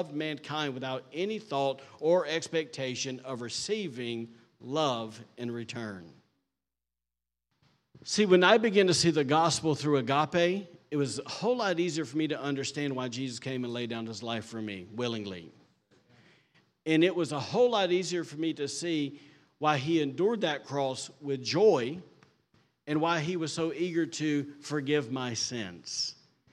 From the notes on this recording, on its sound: recorded on Sunday, August 6th, 2023, during service at The Anchor Church in Rockport, Maine